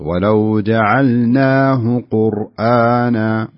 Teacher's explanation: حاولي ما تشبعين الهاء في جعلناه، خليها يعني ضمة فقط